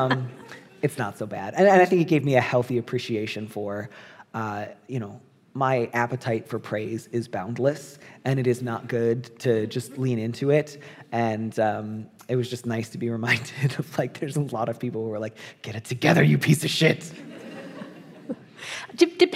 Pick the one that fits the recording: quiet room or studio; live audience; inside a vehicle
live audience